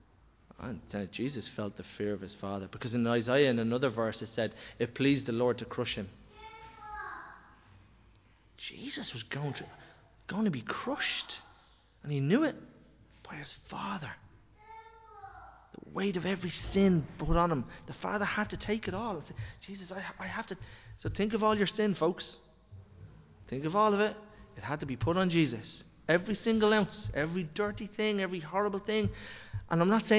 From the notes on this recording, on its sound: Recorded live in Liberty Church on 23 January 2023